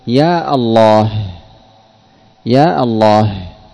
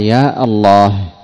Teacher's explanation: وهمزة الوصل التي في لفظ الجلالة الله تقلب همزة قطع